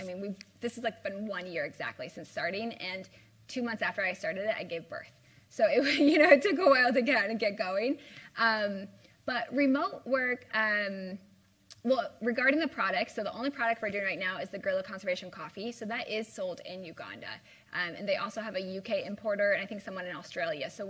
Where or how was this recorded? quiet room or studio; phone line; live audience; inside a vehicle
live audience